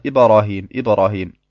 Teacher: Manche Leute machen aus dem Sukun auf dem Ba eine Fetha. Sie sagen dann Ibrahim, Ibrahim.